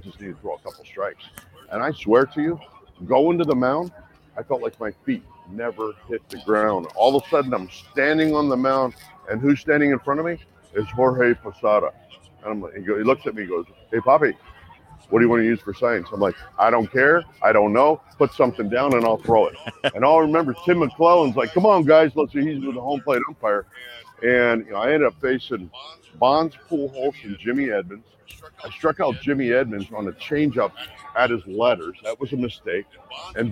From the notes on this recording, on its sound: live once again from the All-Star Game in Seattle